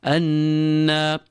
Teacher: a noon with a shadda is always kept. We apply hunna to it. It is a harfu hunna.